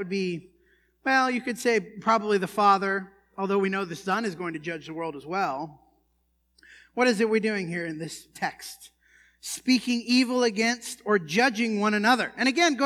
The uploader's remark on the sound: This sermon was preached at the Dewey Church of Christ on July 7, 2019.